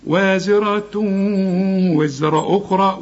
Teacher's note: التنوين اللي بعد واو، والواو من حروف الإدغام، عايزين غنى هنا، وازرة وزرة أخرى، والراء بقى إيه مفخمة أخرى.